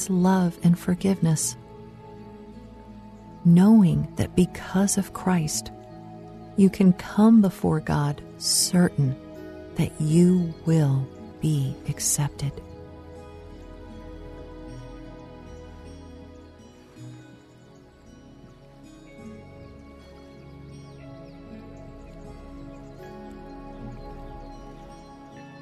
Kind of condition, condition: fault, sounds in the background